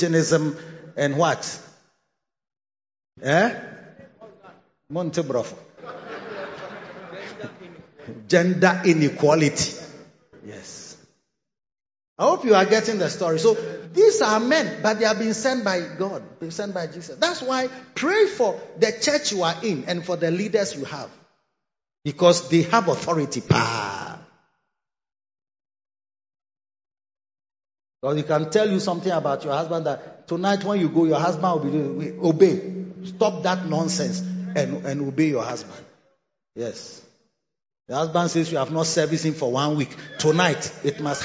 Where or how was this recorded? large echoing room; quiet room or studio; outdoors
large echoing room